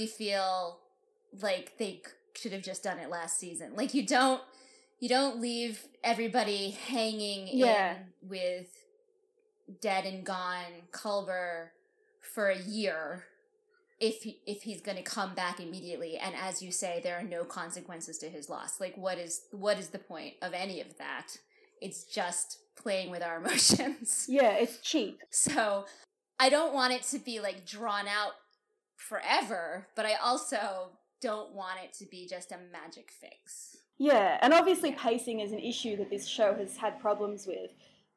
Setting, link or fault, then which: fault, sounds in the background